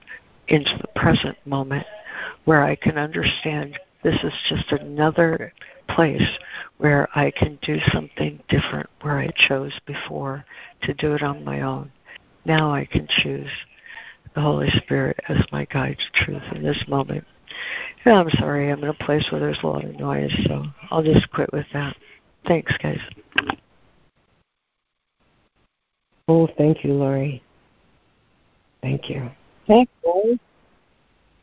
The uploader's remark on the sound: ACIM Daily Conference Call